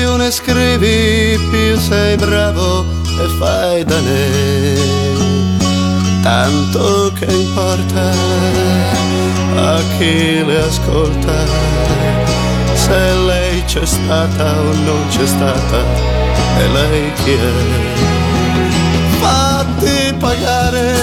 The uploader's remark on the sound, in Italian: Una intervista a tutto tondo, realizzata a San Marino Comics